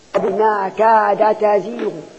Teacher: الدال فتحة والتاء فتحة، فقمنا سكننا الدال وقلبناها تاء وأدغمنا التاء في التاء · Term: إدغام كبير